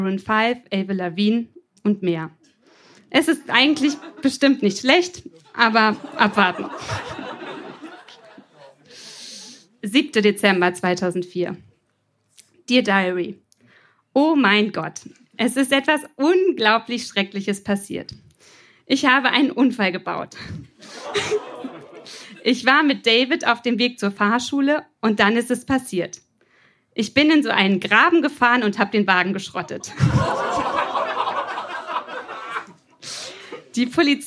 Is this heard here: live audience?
yes